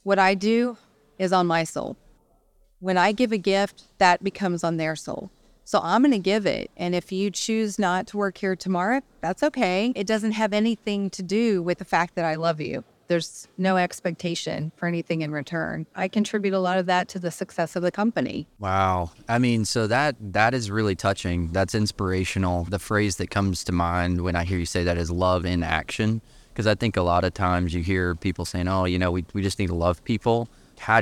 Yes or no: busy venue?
yes